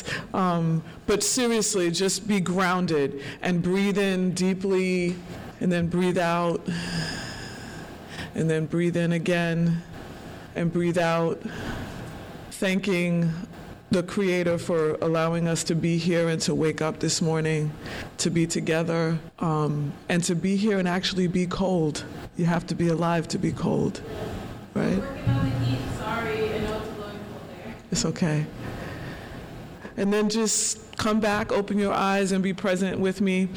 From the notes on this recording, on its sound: As part of the Holyoke Black Lives Matter at School event. This is the recording of her keynote, that brought a warming feeling to all the public in attendance during that cold morning at El Mercado, in South Holyoke.